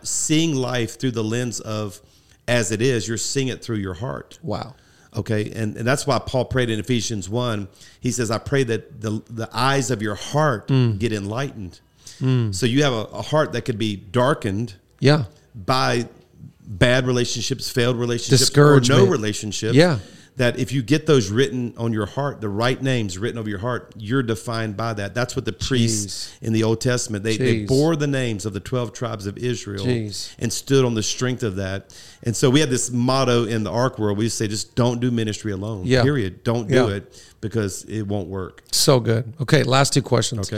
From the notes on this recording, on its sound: live from Pastors Gathering 2023